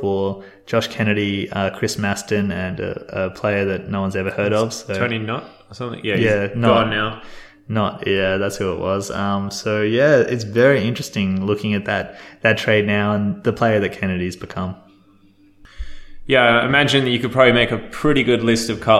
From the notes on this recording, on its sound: Despite the echo on the audio the boys are not in a cathedral.